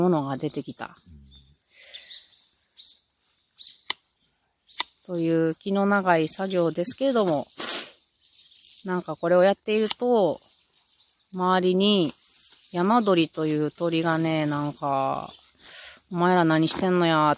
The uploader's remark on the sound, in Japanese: ジネンジョ掘り現場よりレポート from Radiotalk。ジネンジョ掘りの現場よりお届けしています。